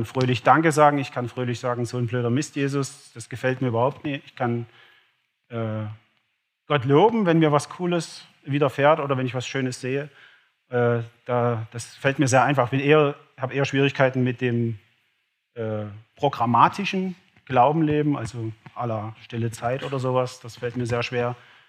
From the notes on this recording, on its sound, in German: live auf der Campus Connect Konferenz 23 in Leipzig